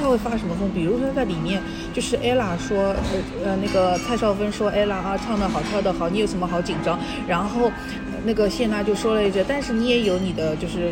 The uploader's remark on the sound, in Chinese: 每次录制基本都是在餐厅吃饭，没有条件升级录音设备